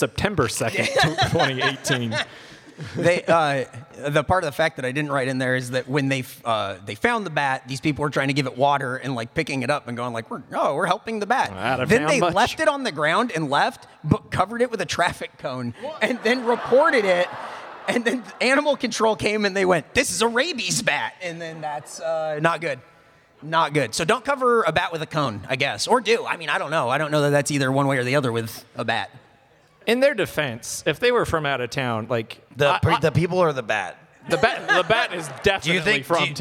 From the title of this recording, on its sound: Live at RTX 2022